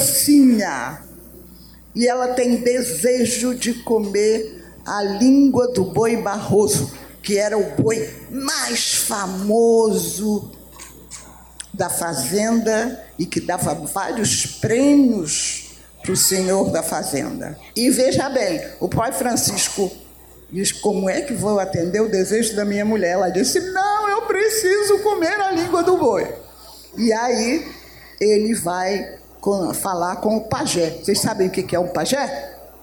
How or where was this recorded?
live audience